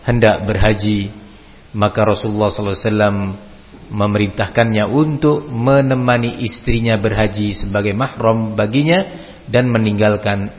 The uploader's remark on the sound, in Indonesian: di Masjid Ma’had as-Salafy Jember